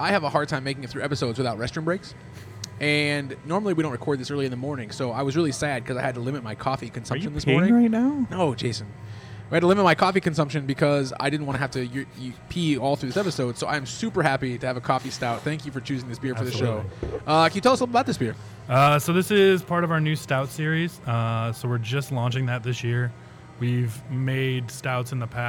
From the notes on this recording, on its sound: on location at Round Town Brewery